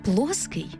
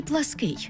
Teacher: Вони відрізняються наголосом і походженням. Перше слово з наголосом на «о» – наше споконвічне. А друге з наголосом на «и» очевидно походить з польської.